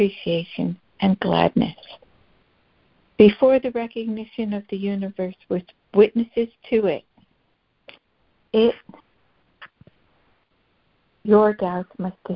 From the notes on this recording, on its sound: ACIM Daily Conference Call